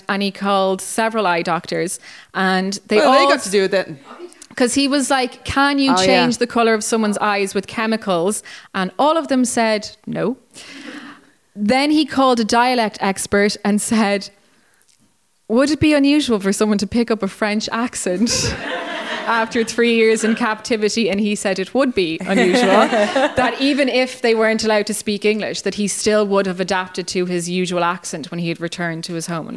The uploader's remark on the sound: It’s our first ever live show and we had a blast.